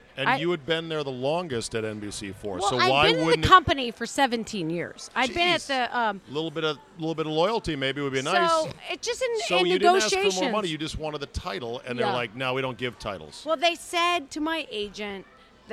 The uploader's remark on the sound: Recorded at DC Prime Steakhouse in Ashburn, VA.